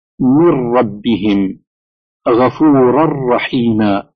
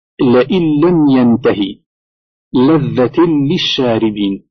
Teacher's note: فالنون الساكنة أو التنوين إذا أعقبه راء أو لام فإنها تدغم إدغاما كاملا، فلا تنطق النون الساكنة أو التنوين · Term: الإدغام